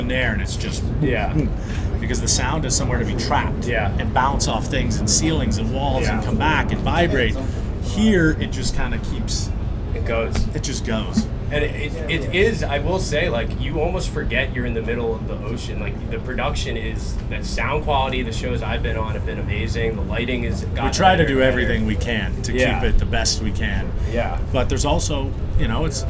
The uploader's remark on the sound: Boston Boat Cruise. The audio of this episode is not the best as we recorded outside on the water with wind and planes flying over head. I did my best to clean it up.